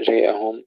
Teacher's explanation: ونسيت الإمالة في كلمة جاءهم، الإمالة جاءهم لابن ذكوان وخلف العاشر وحمزة، ابن ذكوان وخلف العاشر مع التوسط في المد، وحمزة مع إشباع المد.